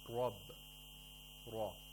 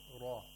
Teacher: we pronounce it with the full mouth. With a full mouth and the tongue raising up. · Term: tafkhim